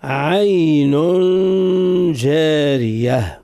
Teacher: الجيم ما فيهش مزج، لا نمزجه بأي حرف